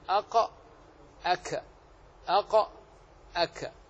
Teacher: إلى أسفل منه أي أقرب إلى الظاهر يعني أسفل منه قليلا فالكاف يخرج من أقصى اللسان أسفل من القاف مع ما يحاذيه من الحنك الأعلى أيضا